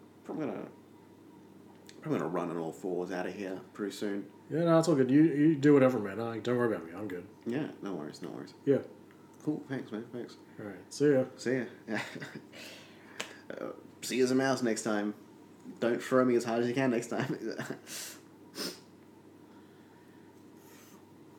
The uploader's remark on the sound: Excuse the constant ceiling fan and water bottle noises. It was a hot day when we recorded this.